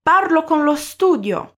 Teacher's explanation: a pronúncia juntou o artigo lo com a palavra studio, transformando essas duas palavras em quase uma só